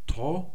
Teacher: Wir haben wieder das Phi, also P, dann das behauchte T direkt danach, wie hier oben in Kton, also Pto.